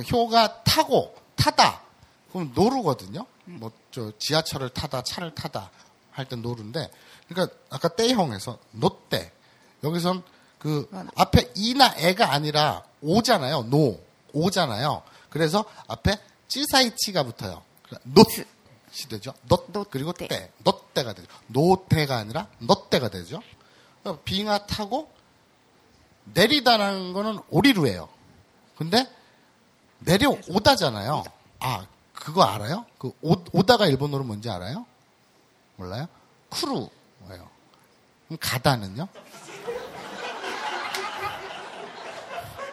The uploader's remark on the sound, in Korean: 두번째 공개방송 이쿠이쿠쇼!(즛콩바콩쇼)